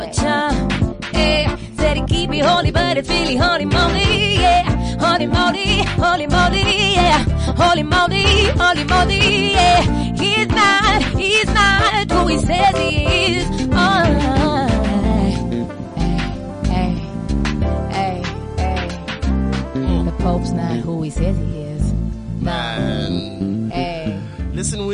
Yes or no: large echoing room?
no